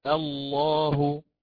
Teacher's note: ففي اللام المفخمة هناك تقعر لوسط اللسان، تقعر لوسط اللسان ثم تضيق للحلق، تضيق للحلق